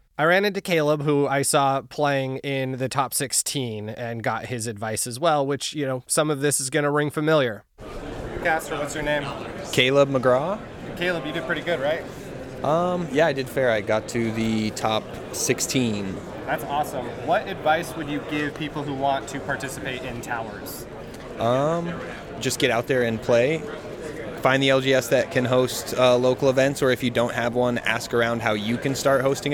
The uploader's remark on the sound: Live from Water Tower 2023!